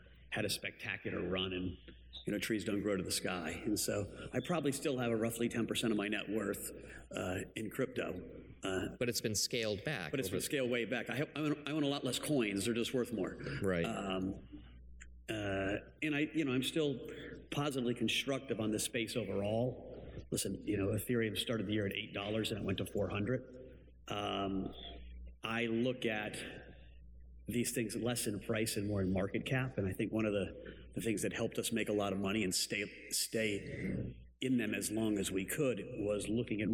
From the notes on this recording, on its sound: From the CB Insights Future of Fintech Conference, June 27, 2017.